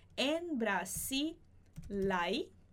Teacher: a gente vai juntar esse L de Brasil com o som de A do ai, porque esse H não vai ter som